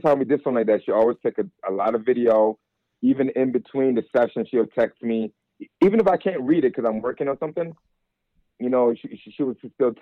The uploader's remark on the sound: called in to talk all about it